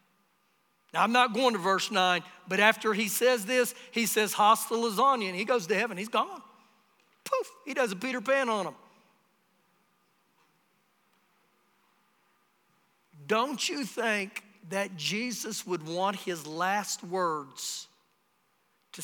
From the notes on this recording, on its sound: Recorded live during our Sunday morning service